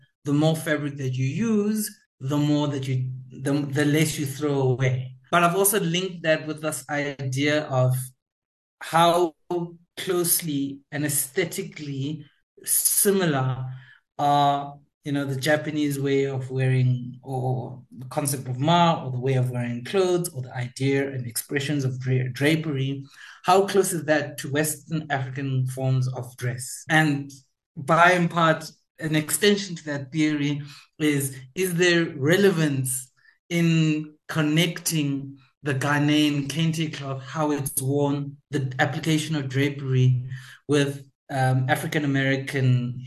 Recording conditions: video call